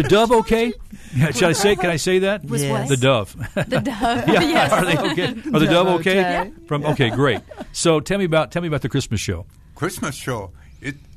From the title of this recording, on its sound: Live from Branson